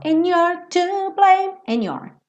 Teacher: E aqui and your, ele comeu o D, ficou and you're to blame, and your.